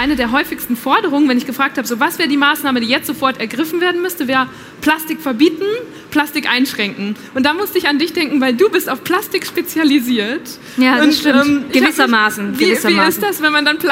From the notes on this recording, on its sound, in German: Diese Folge habe ich ausnahmsweise nicht unter vier Augen aufgezeichnet, sondern live vor Publikum auf der Tincon in Berlin. Das ist ein Festival für digitale Jugendkultur und quasi die kleine Schwester der Digitalkonferenz re:publica.